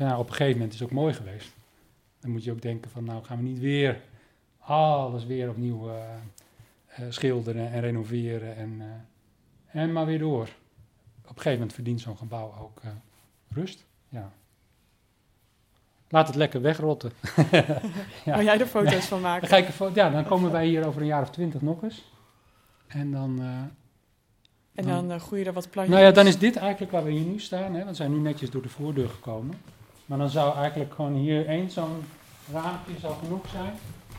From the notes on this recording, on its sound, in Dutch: Opnames vonden plaats in de priorij van Buitenplaats Doornburgh.